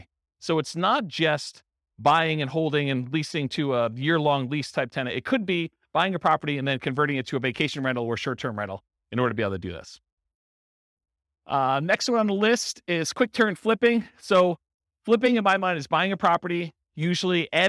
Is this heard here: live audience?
yes